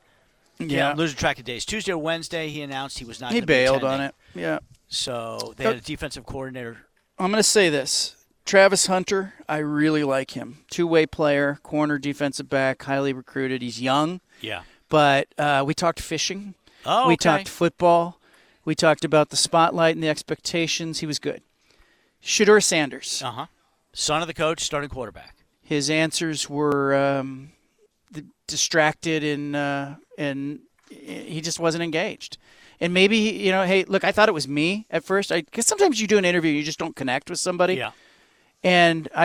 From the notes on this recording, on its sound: recorded a podcast from Pac-12 Media Day in Las Vegas